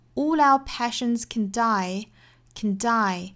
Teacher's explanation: 读得非常短非常快，元音长度一定注意是一个小 a 的音